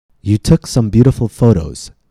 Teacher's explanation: some T's sound more like a D than T. Again, this is known as the tap.